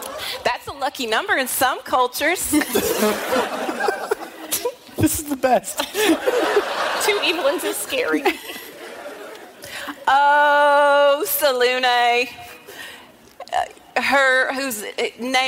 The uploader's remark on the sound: special episode live from PAX East 2019